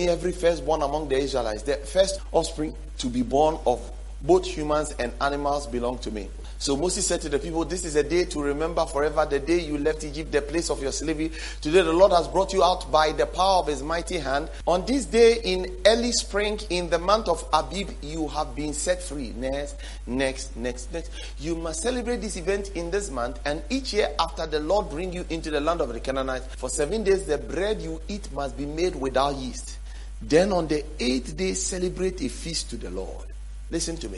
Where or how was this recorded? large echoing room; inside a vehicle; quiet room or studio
large echoing room